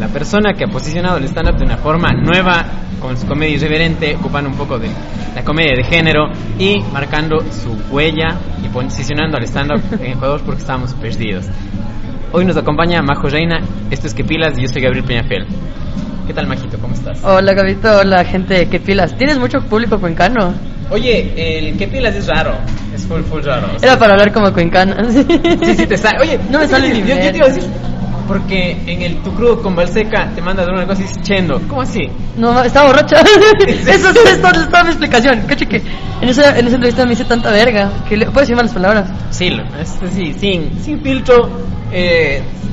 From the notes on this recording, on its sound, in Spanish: El capitulo se grabó en Django x eso un poquito de ruido